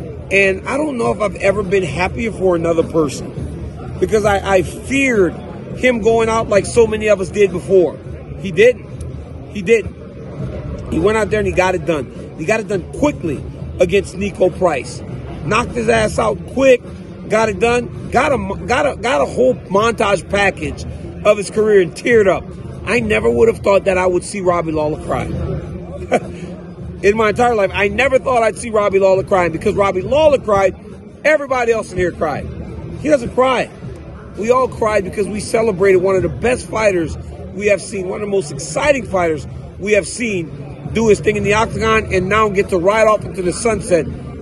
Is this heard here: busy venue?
yes